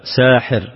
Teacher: وقرأ الباقون بكسر الحاء وتخفيفها قبلها ألف، هكذا ساحر على وزن فاعل